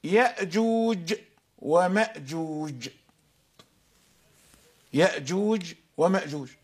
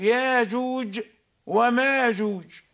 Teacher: حذفوا الهمز. إذن قوم همزوا الكلمتين وقوم لم يهمزوهما